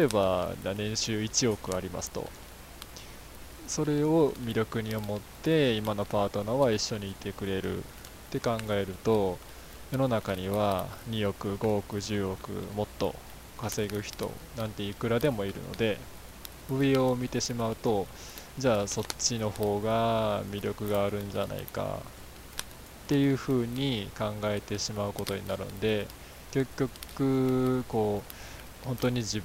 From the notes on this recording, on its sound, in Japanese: 使い始めるのは#4からなので#3まではこの音質で我慢。